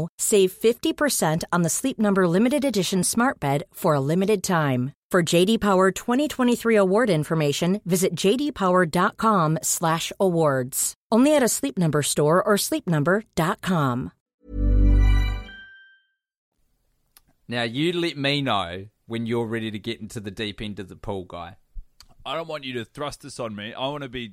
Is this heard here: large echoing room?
no